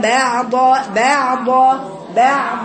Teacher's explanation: ما تقطعيش صوت العين، لا العين طويلة فيها توسط